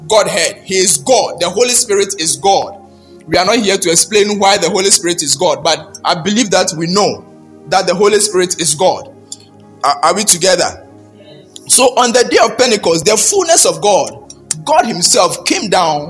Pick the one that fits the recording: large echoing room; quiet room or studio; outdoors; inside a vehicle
large echoing room